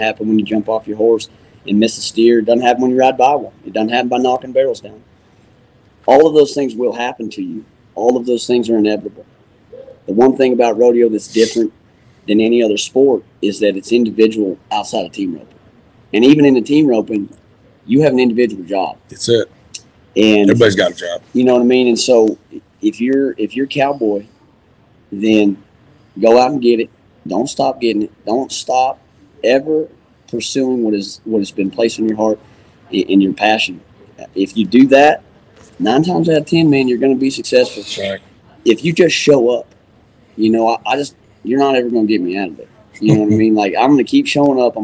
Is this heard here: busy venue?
yes